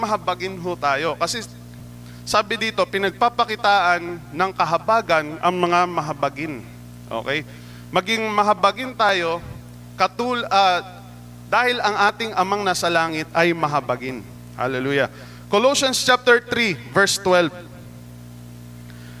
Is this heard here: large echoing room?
yes